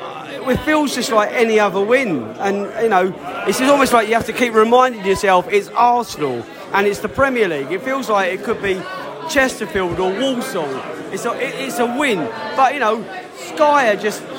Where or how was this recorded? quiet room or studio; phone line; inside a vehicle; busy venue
busy venue